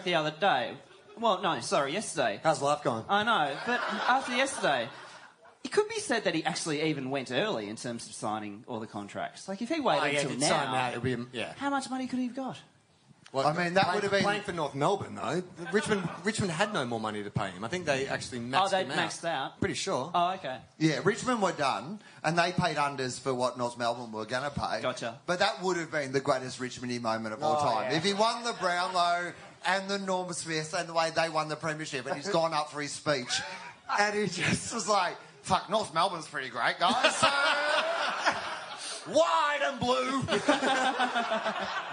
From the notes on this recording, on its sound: Live Post Grand Final Event. The 2nd annual post Grand Final live event.